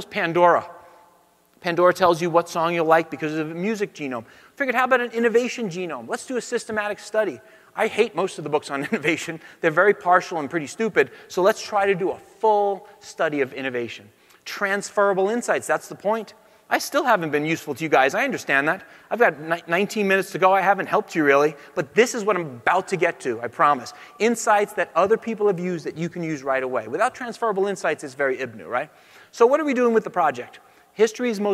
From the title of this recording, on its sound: Talk at Autodesk University